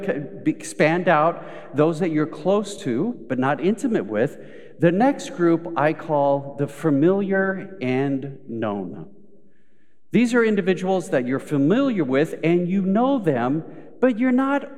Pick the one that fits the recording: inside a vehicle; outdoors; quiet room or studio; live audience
live audience